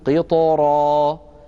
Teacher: الراء مفخمة مع أنها سبقت بساكن وقبل الساكن كسرة، إلا أن هذا الساكن كان حرف الطاء والطاء حرف مستعل مطبق فيحول بين الراء والترقيق.